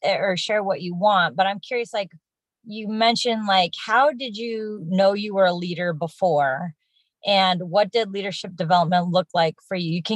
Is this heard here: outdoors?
no